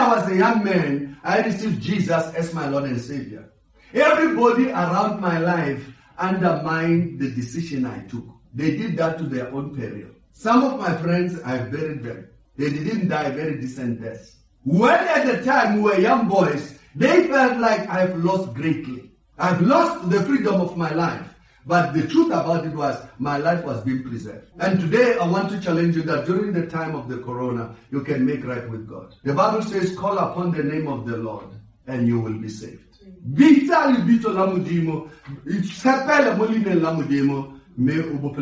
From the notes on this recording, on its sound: Preach via Facebook Live stream and Pheli FM during Sunday service